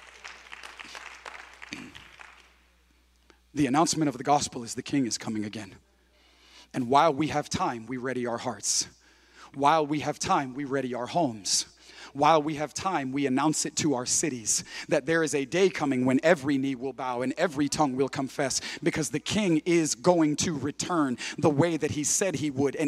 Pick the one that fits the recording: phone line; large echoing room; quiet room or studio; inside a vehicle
large echoing room